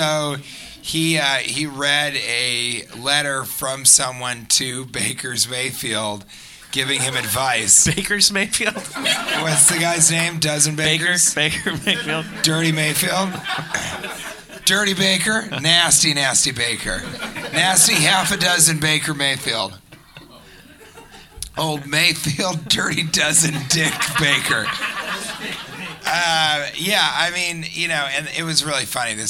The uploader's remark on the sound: Live from Cleveland